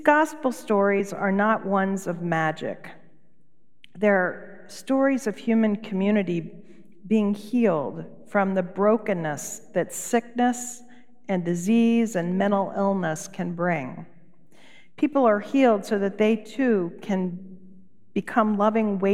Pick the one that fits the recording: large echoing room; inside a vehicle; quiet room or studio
large echoing room